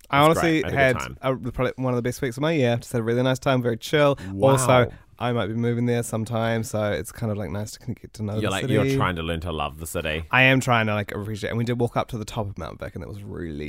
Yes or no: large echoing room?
no